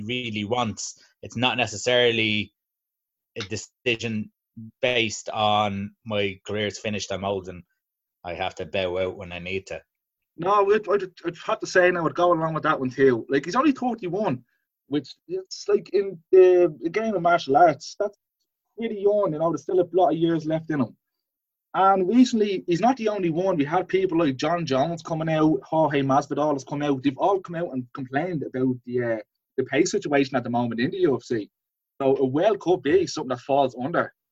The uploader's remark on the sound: Zoom Show